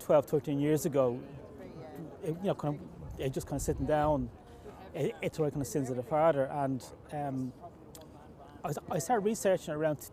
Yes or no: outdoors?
yes